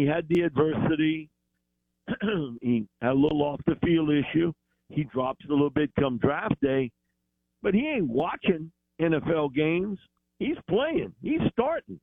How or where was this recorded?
phone line